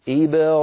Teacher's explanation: إبراهيم دائما ننبه عليها لكثرة ما أسمع فيها من أخطاء. إبرا هذه الباء ساكنة مقلقلة، قبلها كسرة بعدها فتحة. إبرا، فعلى الناطق ألا يجعل نطقه يتأثر لا بالكسرة التي قبل الباء ولا بالفتحة التي بعد الباء، فلا يقول إبراهيم ولا يقول إبراهيم، لا هذه ولا تلك، بل يسكن الباء مقلقلة هكذا إبراهيم.